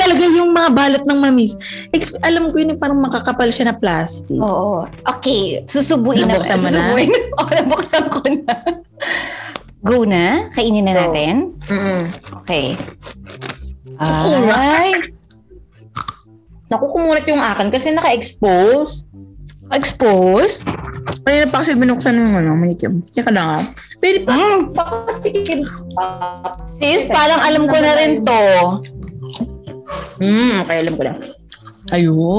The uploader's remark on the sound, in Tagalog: napakahina ng aming internet connection habang nagre-record nito